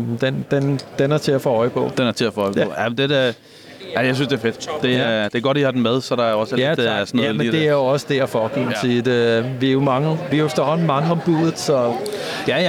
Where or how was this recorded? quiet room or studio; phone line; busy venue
busy venue